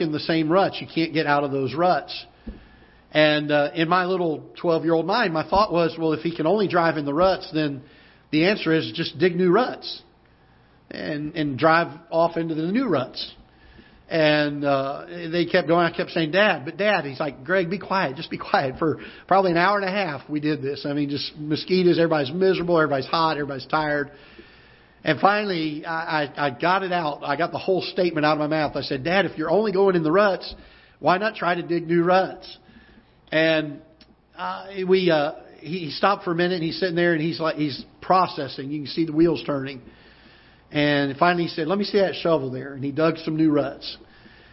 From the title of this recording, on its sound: Ketha Heights Baptist Church ~ Live Broadcast